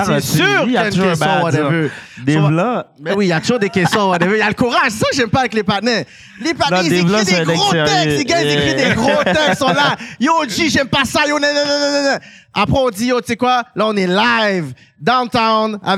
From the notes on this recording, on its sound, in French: Une émission spéciale filmé en direct du Zoofest. Sur notre première expérience de show live.